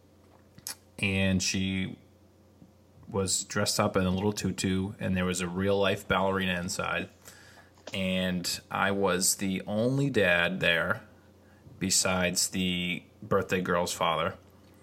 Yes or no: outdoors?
no